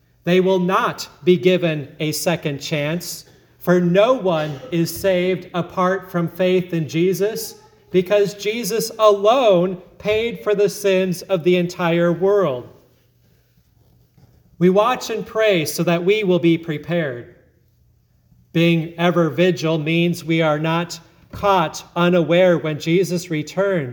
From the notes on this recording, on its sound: sermon at Grace Lutheran Church, Lexington, MO